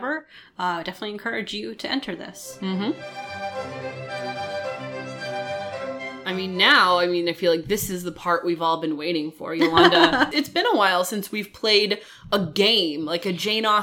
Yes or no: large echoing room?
no